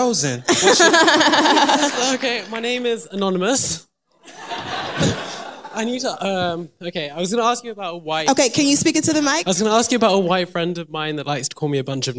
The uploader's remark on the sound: The Read Live From London